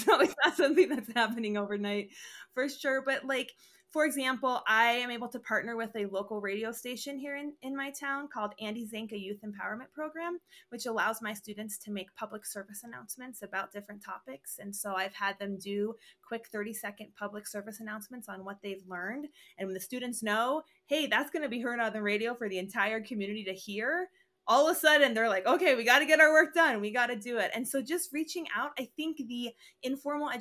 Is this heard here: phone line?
no